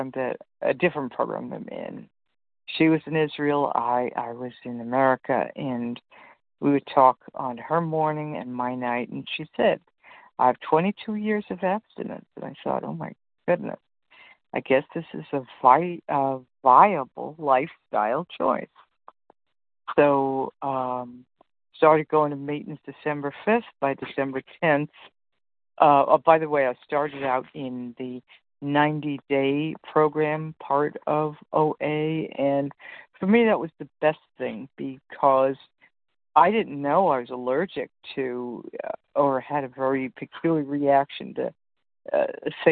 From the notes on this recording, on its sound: 100 Pounders Phone Meeting